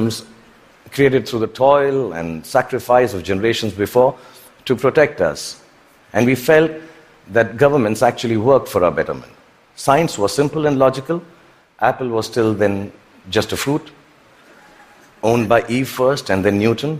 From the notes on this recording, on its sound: TED Talk at the Vancouver TED Conference in 2017.